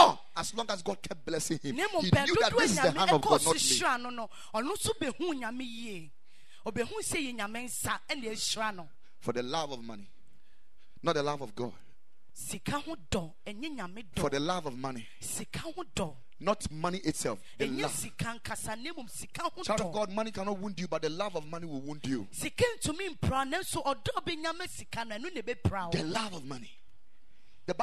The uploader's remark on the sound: Preached at Ekklesia Chapel